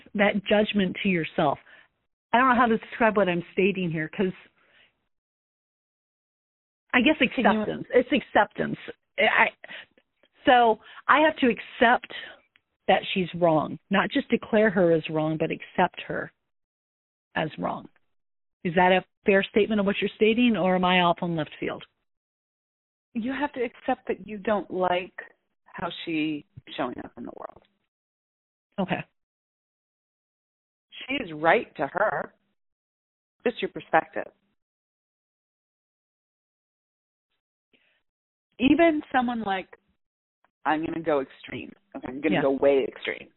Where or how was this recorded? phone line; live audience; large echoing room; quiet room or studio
phone line